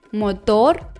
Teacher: In Spanisch wird Motor am Ende betont